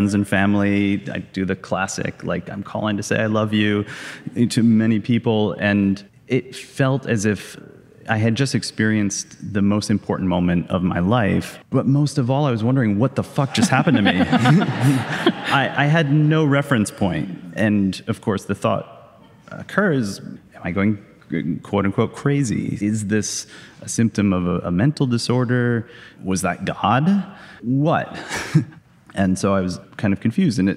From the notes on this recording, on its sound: (LIVE from DC). In front of a live audience in Washington DC.